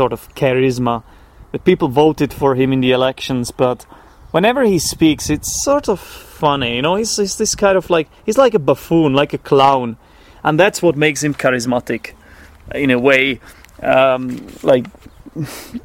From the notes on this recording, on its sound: This episode was recorded outside in my garden. I also refrained from doing any post-recording editing, keeping in all hesitations, false starts, etc.